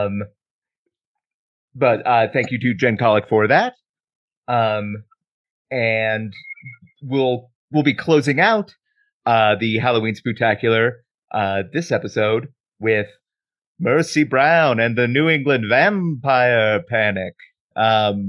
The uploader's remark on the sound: We ended up having to use the Zoom audio of this call, so the audio quality is not where we want it to be.